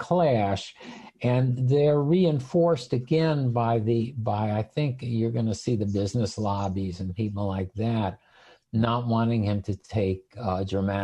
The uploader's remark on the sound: In response to the Coronavirus COVID-19 outbreak, this program took place and was recorded live via video conference, for an online audience only, and was live-streamed by The Commonwealth Club of California from San Francisco.